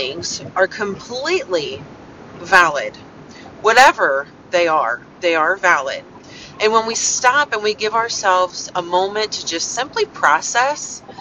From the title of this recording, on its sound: Thoughts from the car!